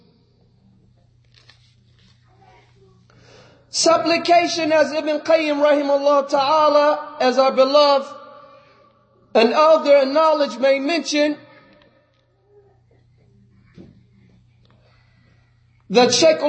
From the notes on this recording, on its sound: Lecture given at Masjid Nur Allah, Queens, NY.